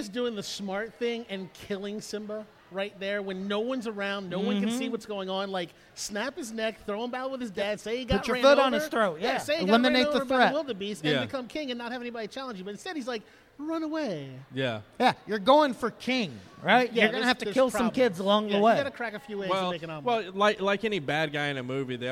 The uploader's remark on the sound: LIVE from Indy PopCon. The guys go live in front of an audience for the first time.